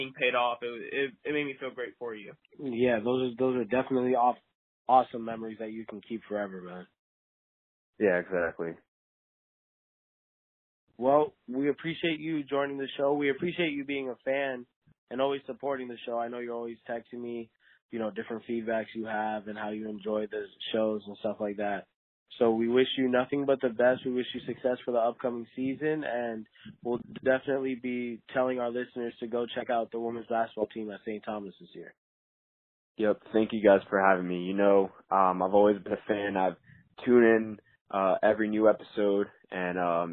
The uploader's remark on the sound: a phone interview